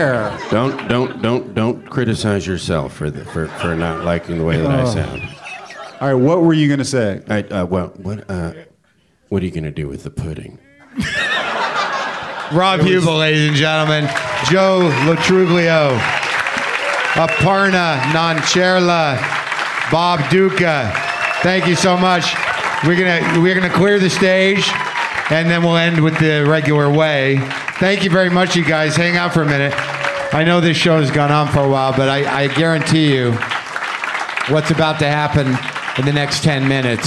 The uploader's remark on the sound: live WTF crowd